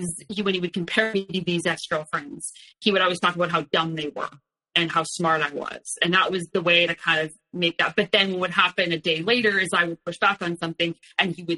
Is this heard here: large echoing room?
no